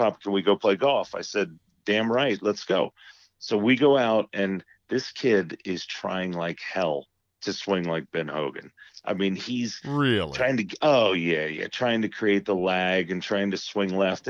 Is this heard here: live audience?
no